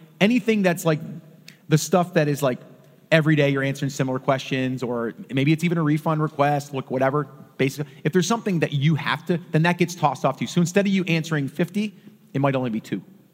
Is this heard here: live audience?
yes